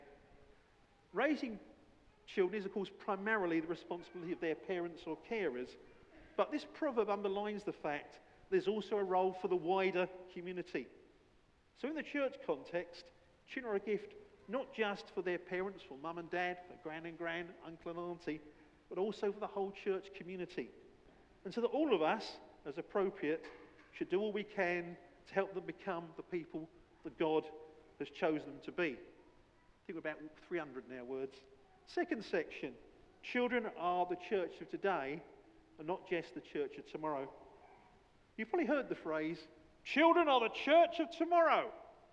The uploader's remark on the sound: A recording of the scriptures and talk from our May All Age Family Celebration Service